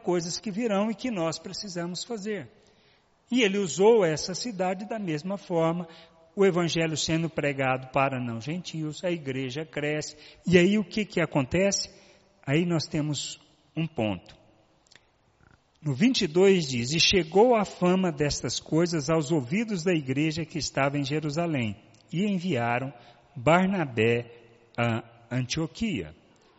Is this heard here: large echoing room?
yes